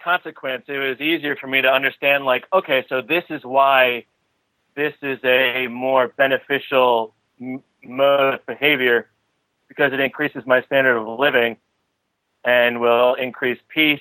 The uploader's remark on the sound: Sunday Call In Show